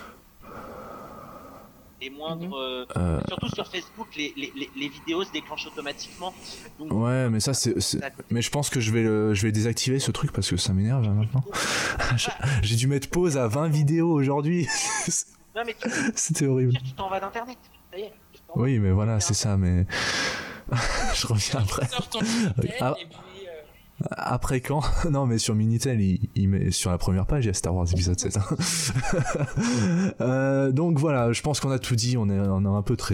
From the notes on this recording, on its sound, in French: nous avons eu un gros problème d’enregistrement de ce fait la qualité sonore n’est pas la meilleure qui soit